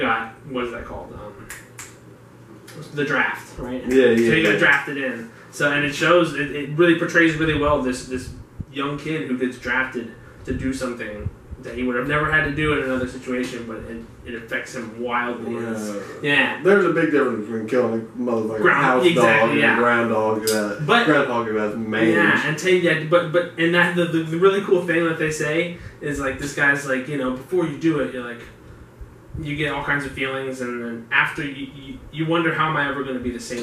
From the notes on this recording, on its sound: Sorry in advance for poor audio quality. We had some recording hiccups.